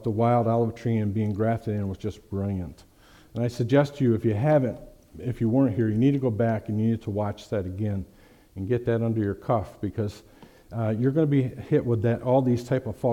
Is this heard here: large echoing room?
yes